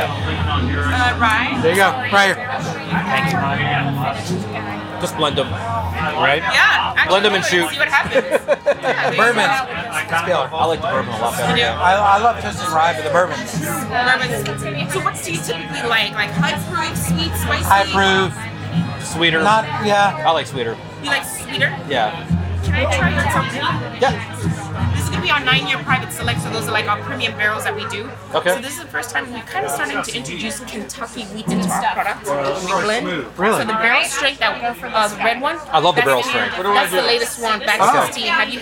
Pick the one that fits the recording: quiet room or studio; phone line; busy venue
busy venue